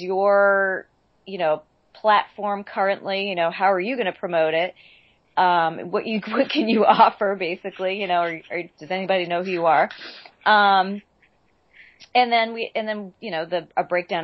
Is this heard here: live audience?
no